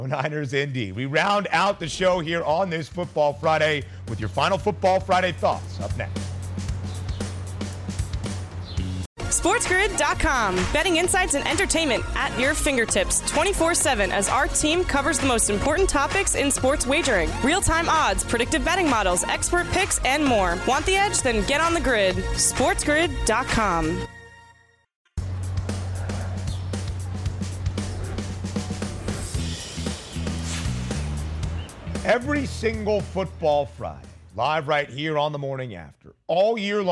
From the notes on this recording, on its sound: hits the streets of NYC to talk to the locals